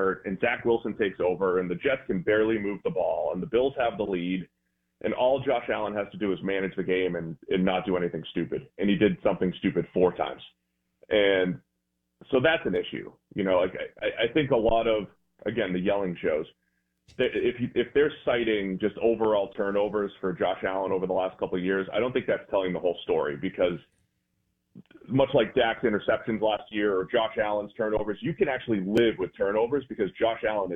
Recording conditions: phone line